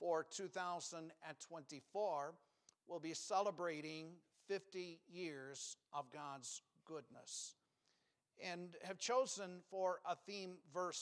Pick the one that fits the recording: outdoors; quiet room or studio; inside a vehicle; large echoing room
large echoing room